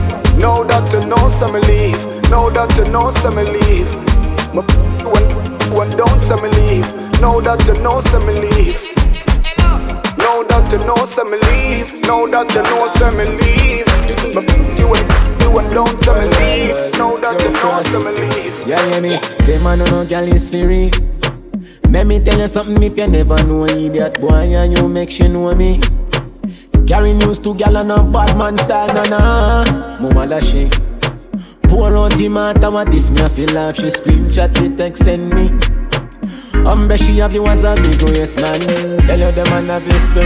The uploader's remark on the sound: Raw Live Mix done during Afterwork: Life is Beautiful!